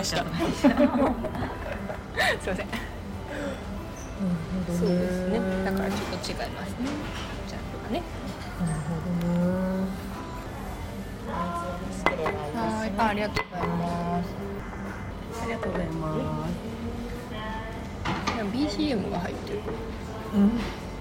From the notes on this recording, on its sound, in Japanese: In MILK（生クリーム専門店）。店内の雑音が結構うるさいかもしれませんので、。